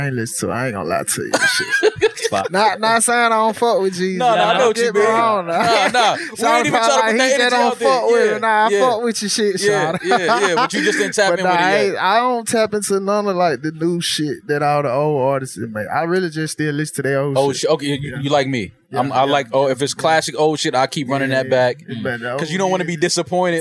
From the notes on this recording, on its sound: straight from Made In America's festival grounds